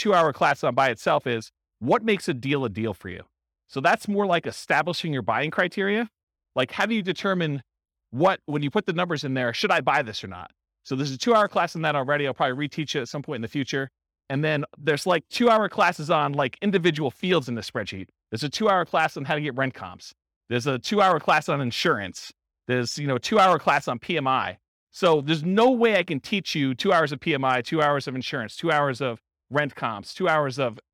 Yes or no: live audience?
yes